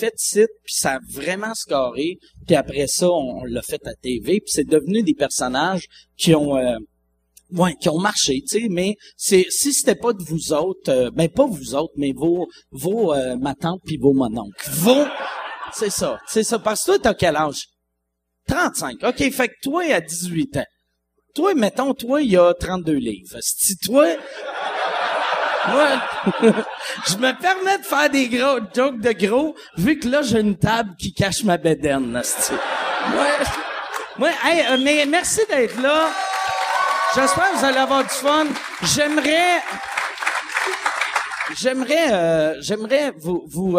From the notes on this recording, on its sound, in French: Cette semaine Sous Écoute se transporte au festival ComediHa à Québec pour un épisode tout spécial.